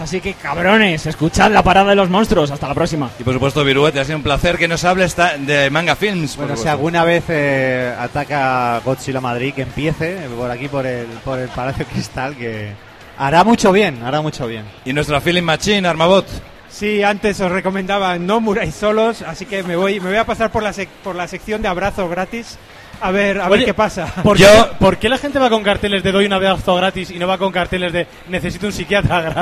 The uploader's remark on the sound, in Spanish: En directo desde Expomanga